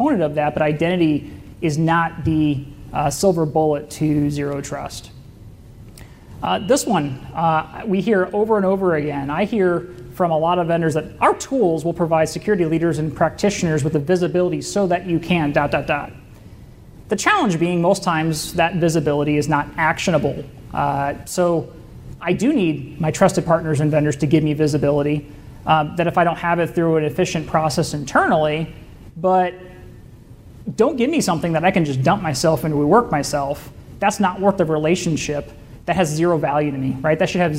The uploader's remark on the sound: keynote presentation from the FutureCon CyberSecurity Omaha Conference